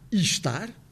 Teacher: Podemos pronunciar estar, e aí dá-se uma elevação, o E torna-se I, I é uma vogal mais alta. Ou então podemos deixar cair o E totalmente e dizer estar, o que muitas vezes acontece quando não dizemos simplesmente estar. · Term: elevação vocálica